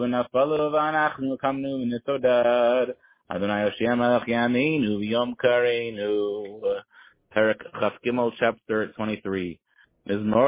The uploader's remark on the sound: Tehillim Call